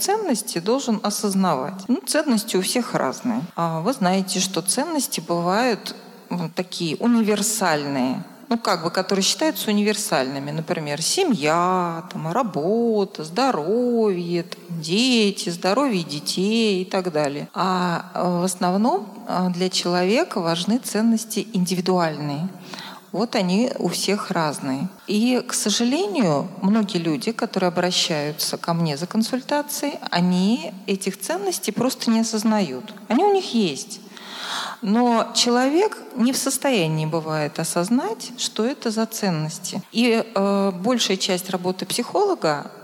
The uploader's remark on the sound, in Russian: И он прошел в необычном формате, а именно в виде открытой лекции в рамках Недели ментального здоровья в Вышке!